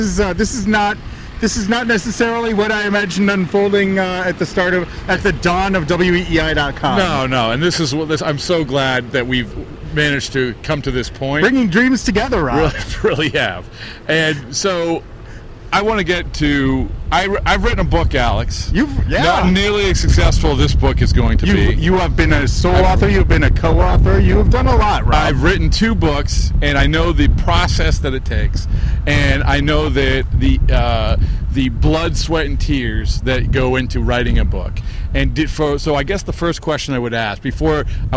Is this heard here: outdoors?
yes